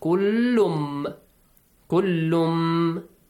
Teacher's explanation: So one of these six letters, if they come right after the Nun Sakin or the Tanween, you should merge the Tanween or Nun Sakin into one of those letters. So, kullun will be merged to mim.